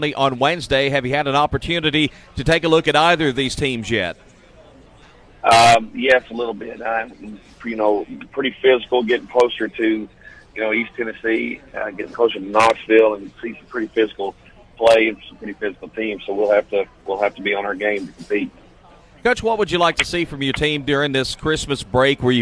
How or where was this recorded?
busy venue